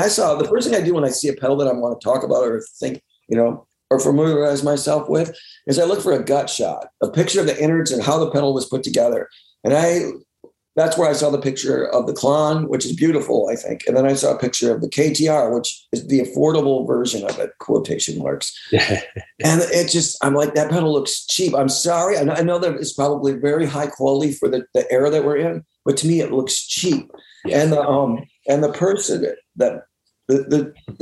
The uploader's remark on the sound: Mythical Gear (remote Zoom).